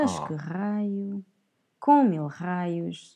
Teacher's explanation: R beginning of the word, becomes a hard R